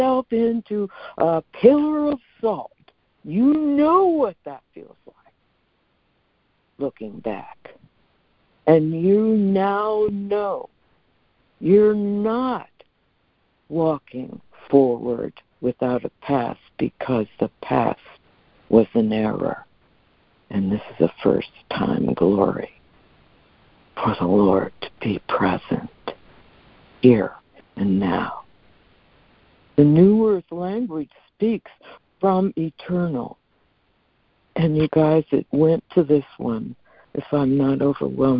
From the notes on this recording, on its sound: ACIM Daily Conference Call